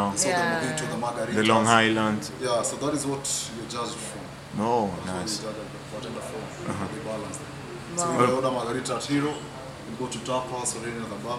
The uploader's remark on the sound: We apologize for the quality of audio on this podcast.